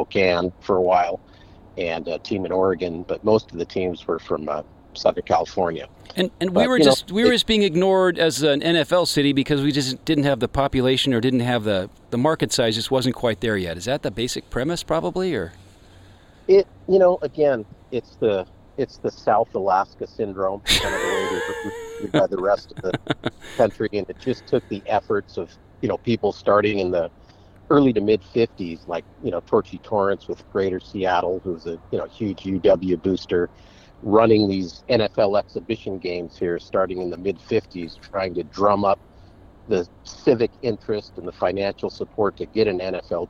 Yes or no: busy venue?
yes